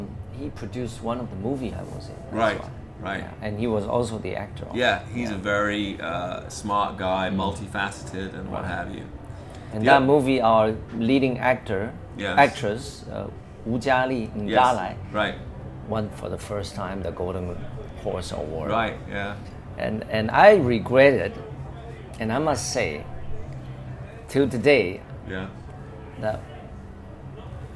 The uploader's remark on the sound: Recorded live at the best jazz bar in Hong Kong, Orange Peel!